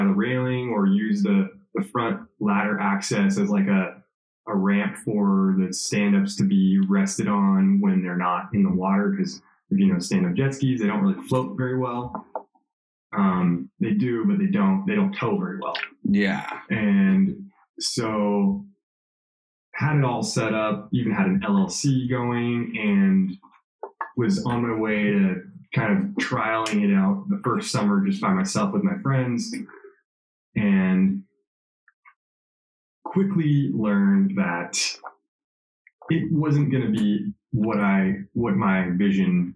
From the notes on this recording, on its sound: Audio issue so headphone users use caution. My apologies for the audio sounding off, won't happen again.